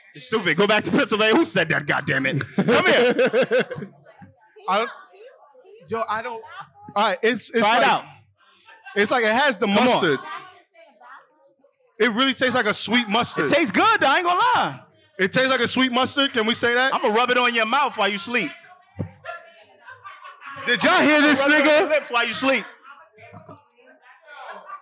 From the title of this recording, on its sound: LIVE IN NYC!